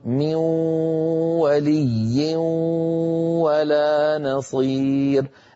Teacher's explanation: الغنة بقيت، ليس فقط بقيت بل طولت وصارت ممطوطة · Term: الإدغام بغنة